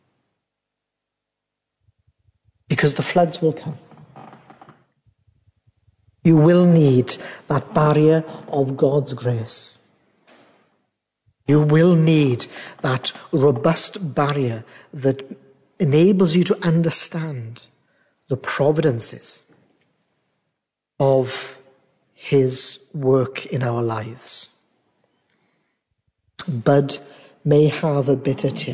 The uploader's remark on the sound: A direct recording of the sermon from our YouTube live stream.